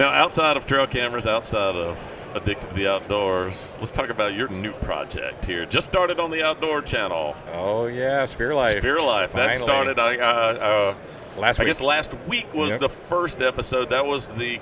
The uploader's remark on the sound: ATA 2020. At the ATA Show in Indianapolis, IN during the Browning Trail Cameras takeover of The Break Podcast.